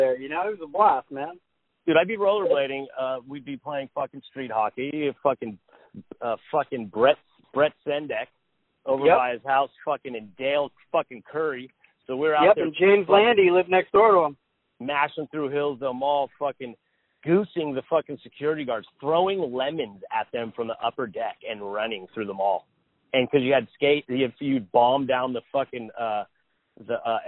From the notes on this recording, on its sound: gets on the phone with his close friend